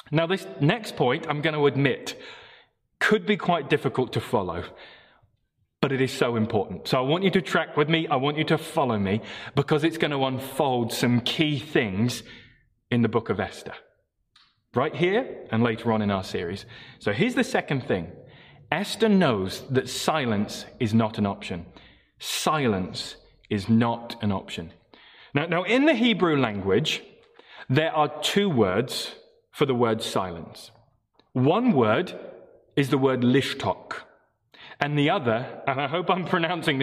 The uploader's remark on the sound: Morning Service Live Stream